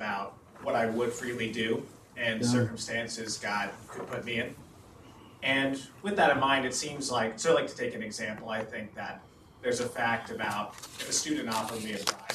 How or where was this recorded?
large echoing room